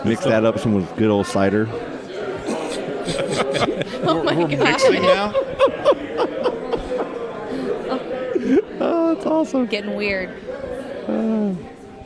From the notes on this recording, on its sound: Podcasting at Playalinda Brewery